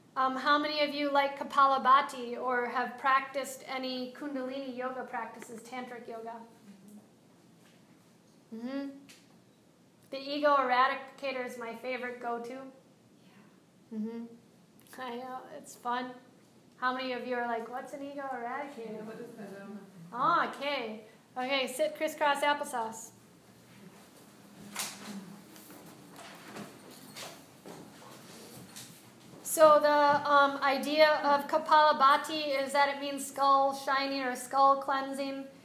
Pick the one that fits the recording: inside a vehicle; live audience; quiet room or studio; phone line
live audience